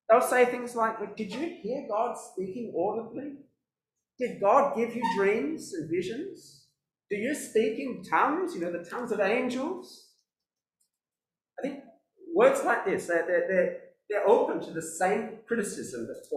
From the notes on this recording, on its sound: This sermon was preached at New Covenant City Church on 27th February 2022.